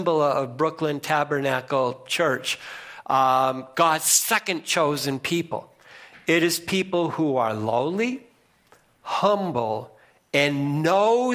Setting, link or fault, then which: setting, large echoing room